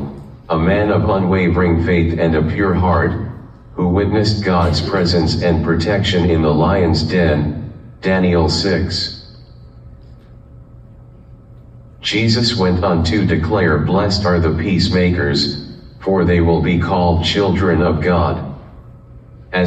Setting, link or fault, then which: setting, large echoing room